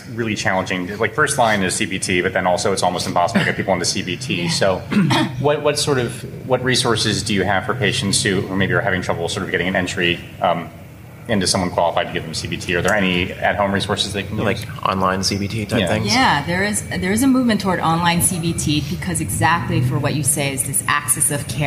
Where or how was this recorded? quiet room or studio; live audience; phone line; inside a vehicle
live audience